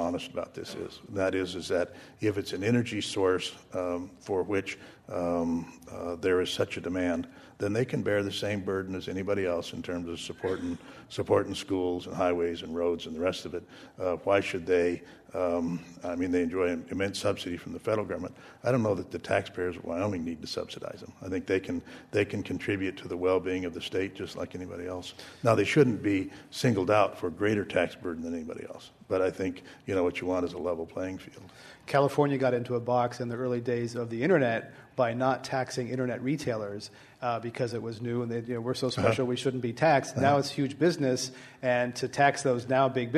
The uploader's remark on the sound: This program was recorded in front of a live audience at The Commonwealth Club in San Francisco on January 21, 2010